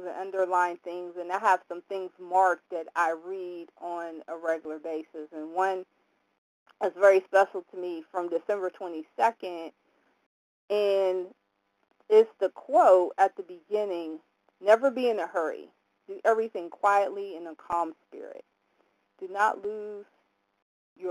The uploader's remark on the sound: 100 Pounders Phone Meeting